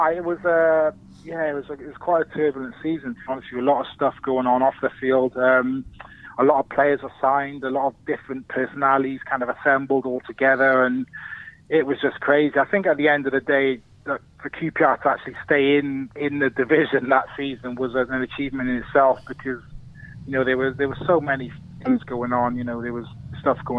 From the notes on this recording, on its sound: Joins from afar. Is on the phone this week.